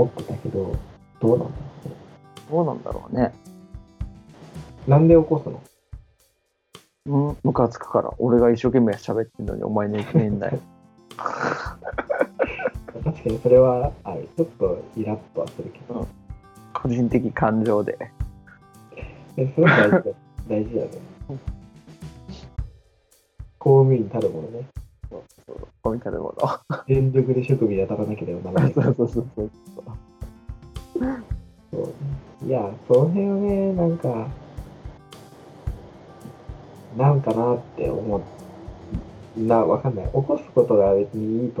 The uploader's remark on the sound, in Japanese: 設定ミスで音質が著しく悪いです。聴きにくいですがご理解のほどお願いいたします